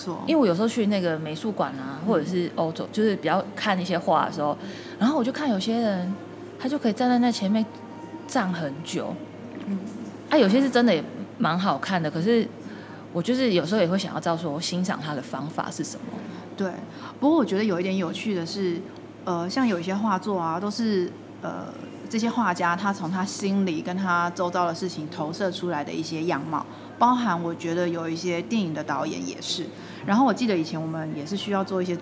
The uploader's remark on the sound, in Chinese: 因為入住在台中勤美誠品樓上。錄音地點為starhostelLobby #starhostelLobbyLive系列 #環境音依舊但可忍受。